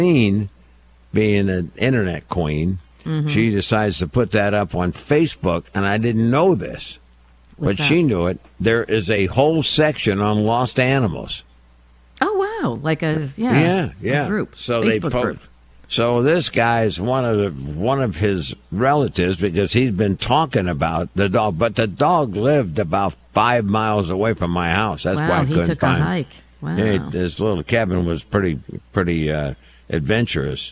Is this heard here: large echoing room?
no